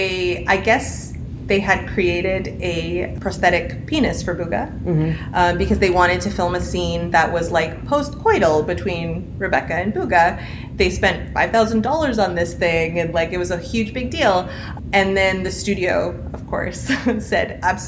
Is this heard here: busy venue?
yes